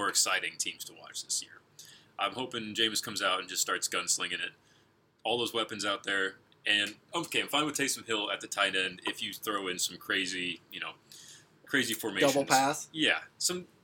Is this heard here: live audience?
no